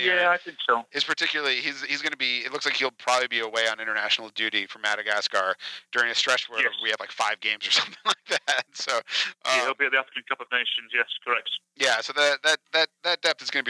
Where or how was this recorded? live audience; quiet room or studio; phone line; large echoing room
phone line